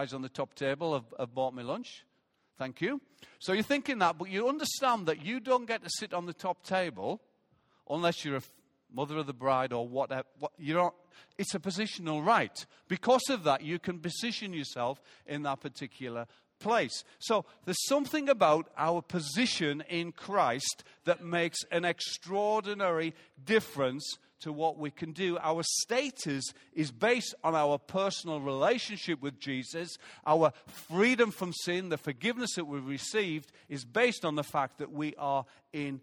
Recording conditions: large echoing room